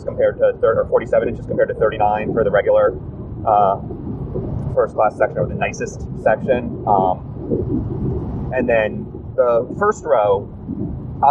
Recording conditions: inside a vehicle